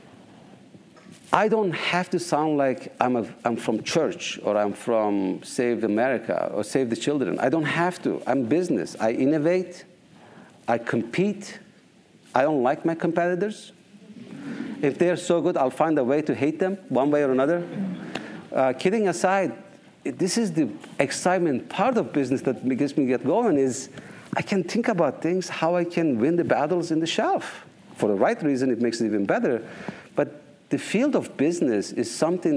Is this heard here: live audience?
yes